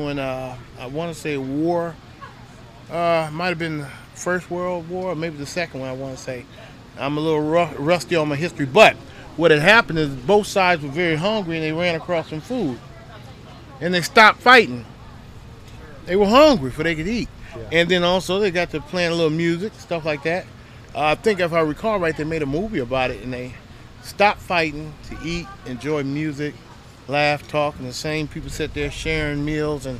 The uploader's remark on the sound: Once again we are live from the Primo BBQ Bash in Poplar Bluff.